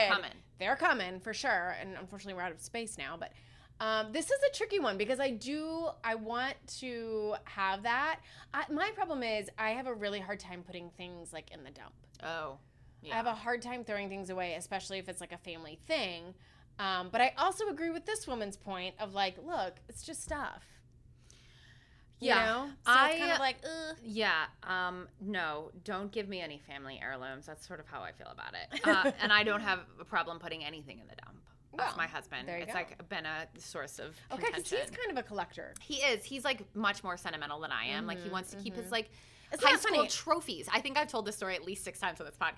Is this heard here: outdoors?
no